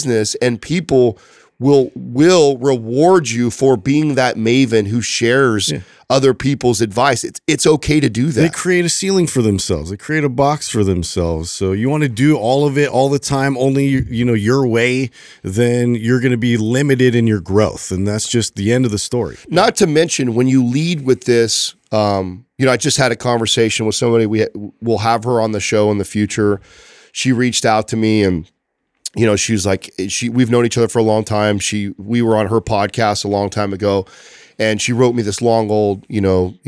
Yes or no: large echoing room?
no